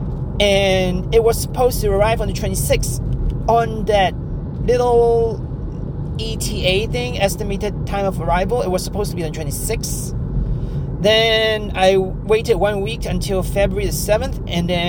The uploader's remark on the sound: In my podcast, I take my audience along on my drive home while discussing various topics.